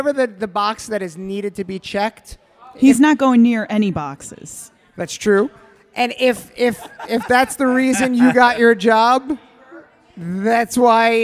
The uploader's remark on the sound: This episode of "The Patriot Panel" was recorded LIVE in front of an audience at Castleton Corners Pub (Staten Island, New York).